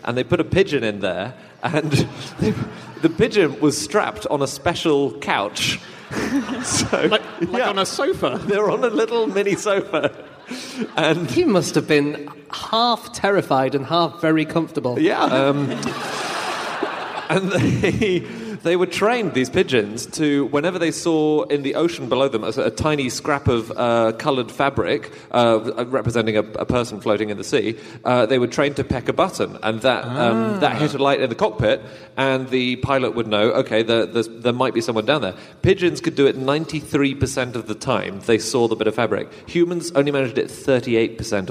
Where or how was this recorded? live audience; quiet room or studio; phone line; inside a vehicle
live audience